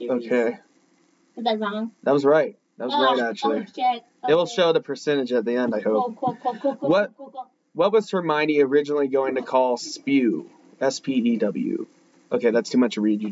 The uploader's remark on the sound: We had some technical difficulties during this episode, so we apologize about the audio quality this week.